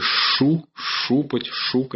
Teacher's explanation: А по диалектам мог отвердевать и мягкий щ